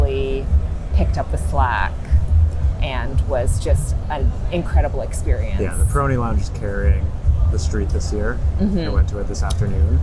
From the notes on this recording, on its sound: We also bring you a live, on-the-ground report from TIFF's Festival Street.